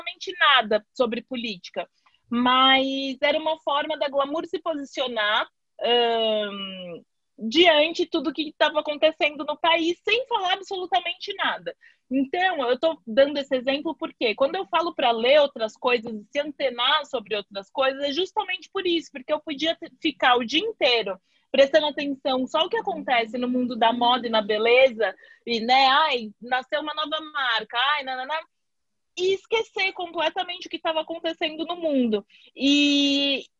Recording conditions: video call